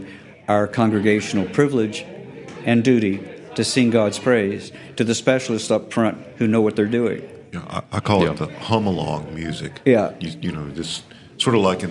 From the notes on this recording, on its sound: Recording live from the Reformation & Worship Conference hosted at Midway Presbyterian Church in Powder Springs, Georgia. Recording live from the Reformation & Worship Conference hosted at Midway Presbyterian Church in Powder Springs, Georgia.